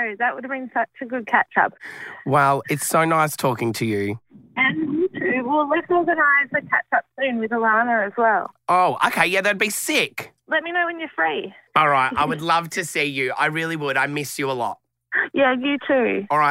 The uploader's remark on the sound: This phone call unfolds to something so unbelievable.